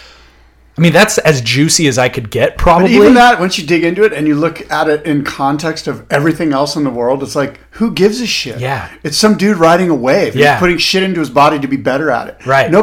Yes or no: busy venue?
no